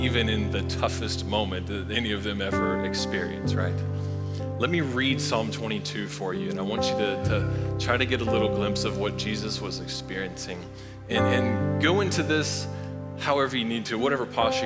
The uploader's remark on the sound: Recorded live at Long Hollow Church on April 4, 2023.